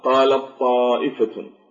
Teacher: والتاء عند الطاء مثل قوله تعالى قالت طائفة، قالت تاء طائفة الطاء، فندغم التاء في الطاء فنشدد الطاء · Term: إدغام